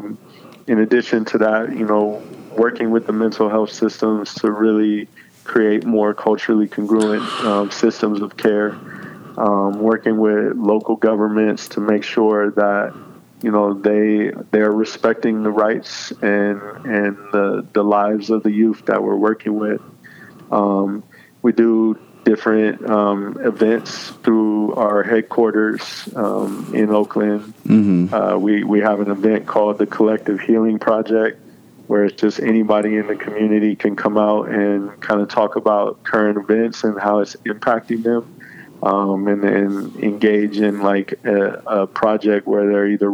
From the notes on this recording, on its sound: connects via phone